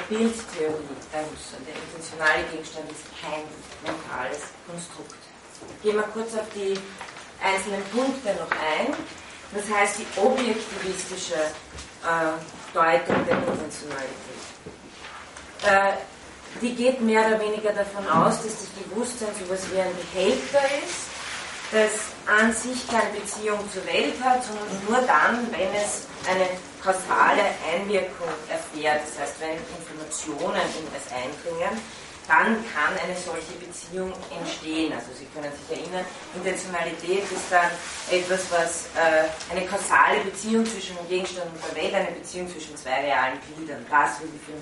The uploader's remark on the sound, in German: von Studierenden aufgezeichnet